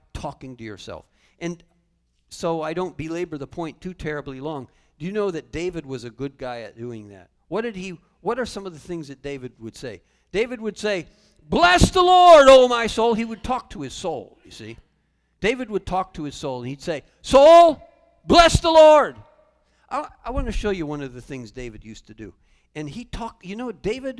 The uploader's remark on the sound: Calvary Assembly of God live Stream